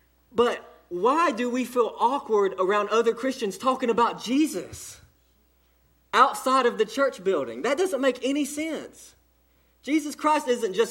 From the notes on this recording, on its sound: Delivered to Cottondale Baptist Church in Eastman, GA on 3/4/18 during the 6:00pm service.